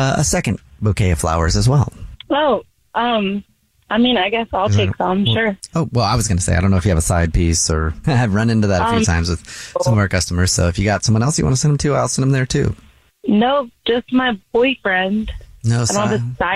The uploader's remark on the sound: Is on the phone to prank his wife.